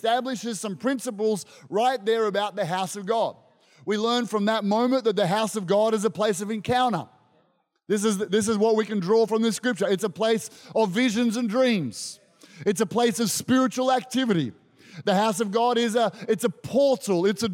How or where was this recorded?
live audience